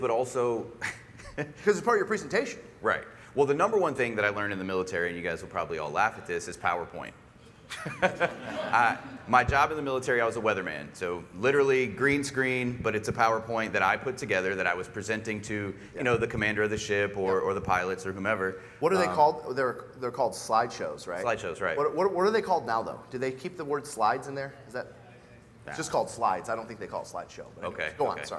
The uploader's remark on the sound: we’re sharing an excerpt from a recent Glover U live event